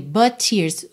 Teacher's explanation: o T de but, já liga no T de tears